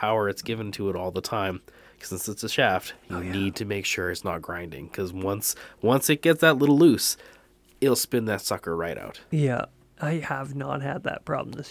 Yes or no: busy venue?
no